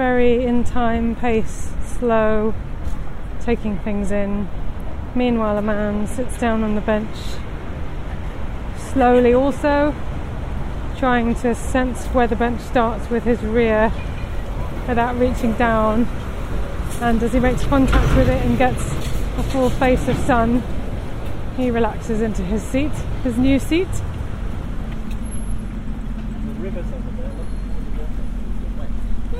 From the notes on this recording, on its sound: Thames Embankment. This podcast is recorded in 3D sound! She invites you to join her out and about as she captures those small, magical moments of everyday life, in sound.